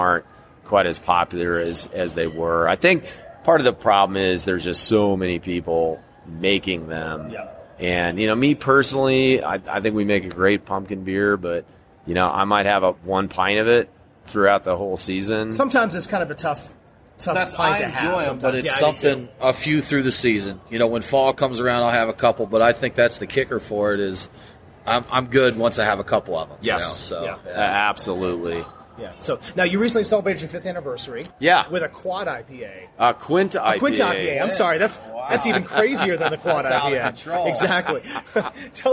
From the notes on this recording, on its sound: This interview took place at the 2016 Great American Beer Festival in Denver.